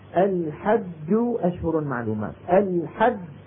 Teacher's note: هذه الجيم الأولى خرجت بالتصادم بين طرفي عضو نطقي لأنها مدغمة